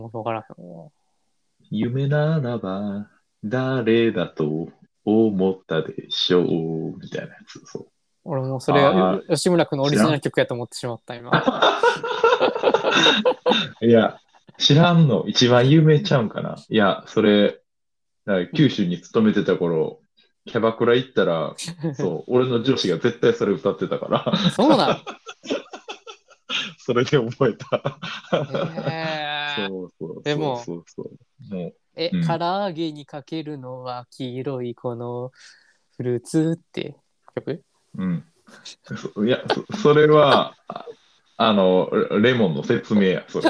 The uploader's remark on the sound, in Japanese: 回線トラブルに悩まされながらの収録は続く。